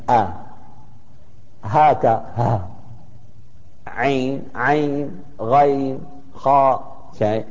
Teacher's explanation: فهذه الحروف كلها تخرج من الحلق، نبدأ فيها بحرف الهمزة، ولهذه الحروف تسمى بالحروف الحلقية